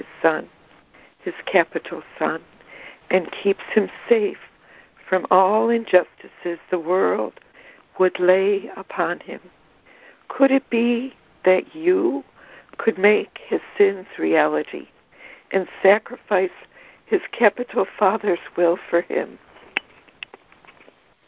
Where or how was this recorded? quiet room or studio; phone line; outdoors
phone line